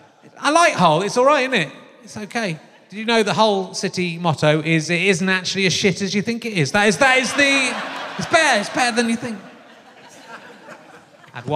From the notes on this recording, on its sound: at Hull City Hall for his last RHLSTP recording of 2019